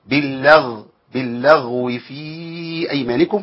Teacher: الغين هنا ساكنة يبقى لازم أبين رخاءتها